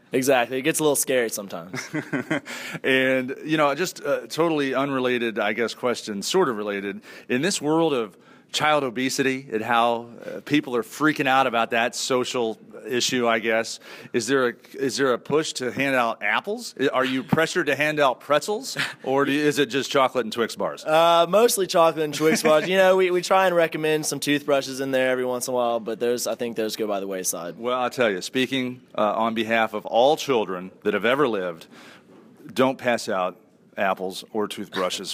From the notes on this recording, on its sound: We start with a live audience at Southern Methodist University in Dallas.